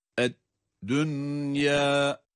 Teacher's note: dünya nunu izhar ile okuyoruz. Ya'yı da med ile telaffuz ediyoruz.